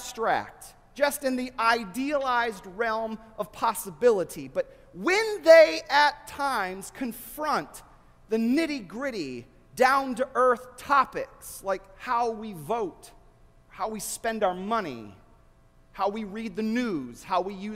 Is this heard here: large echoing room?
yes